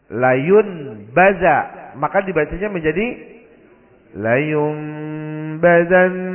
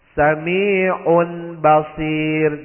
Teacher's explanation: Bunyi nunnya atau tanwinnya kalau ketemu ba dibalik menjadi bunyi mim. · Term: iqlab